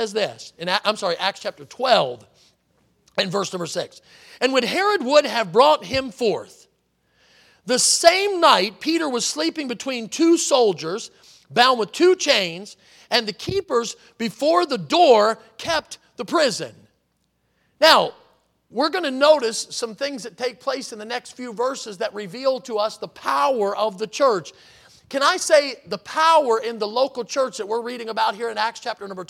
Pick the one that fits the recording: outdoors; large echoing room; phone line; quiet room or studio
large echoing room